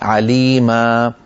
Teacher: ومد العوض وهو التعويض عن تنوين النصب حالة الوقف بألف تمد بمقدار حركتين